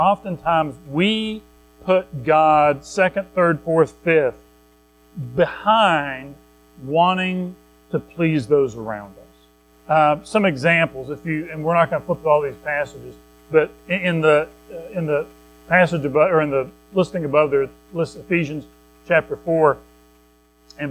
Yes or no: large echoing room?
yes